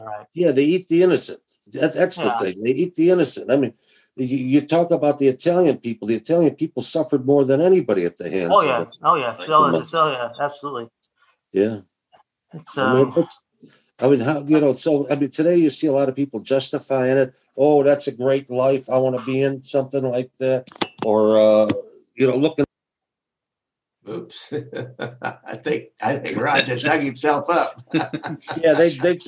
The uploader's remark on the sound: This is the audio from a Zoom call